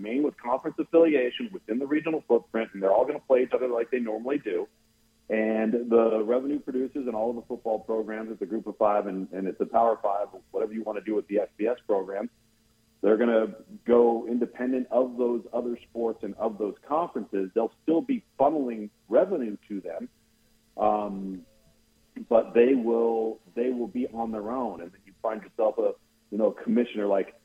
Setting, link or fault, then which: link, phone line